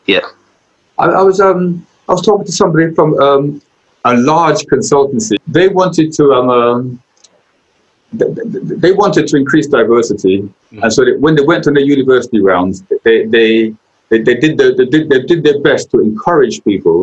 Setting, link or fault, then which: link, video call